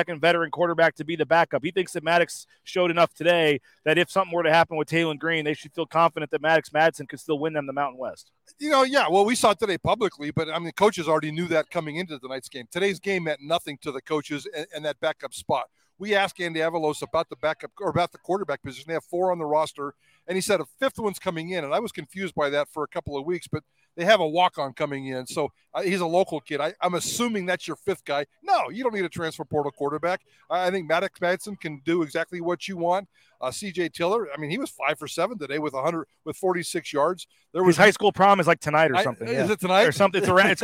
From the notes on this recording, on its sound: Live from The James after the Boise State football Spring Game. Bronco Nation News is live at The James Kitchen and Bar near Albertsons Stadium.